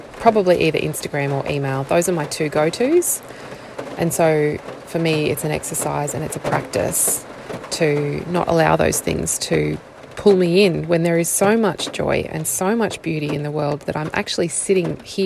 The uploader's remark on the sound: brought to you, once again, from my car - is also accompanied by the sound of rain drops on my roof, birds, and passing cars!